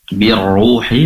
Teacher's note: pastikan ro-nya lebih dipertebal, yaitu dengan cara mengangkat pangkal lidah ke atas. Jadi huruf yang tebal itu akan tertunaikan sifat tebalnya bila kita fokus kepada pangkal lidah dinaikkan ke atas.